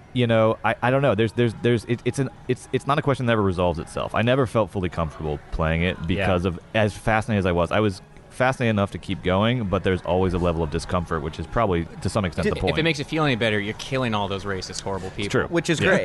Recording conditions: busy venue